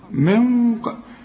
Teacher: نون بعدها قاف، اوعى تستعمل لسانك ما تقولش من قبل، من قبل ما تستعملش لسانك